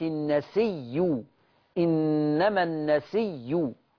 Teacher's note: طب إبدال بياء، هيمسك الهمزة تبدل بياء، وكده كده قبلها ياء، فأضغم الياء في الياء · Term: الإبدال بياء مع الإضغام